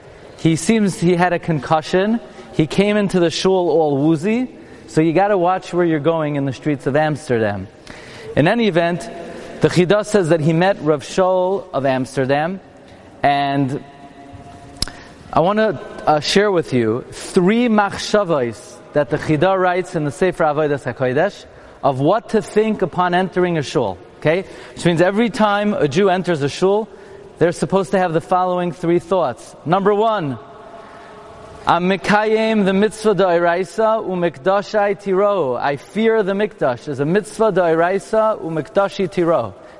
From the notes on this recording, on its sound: Journey To Amsterdam: The Spanish Portuguese Synogogue - Live From the Bima.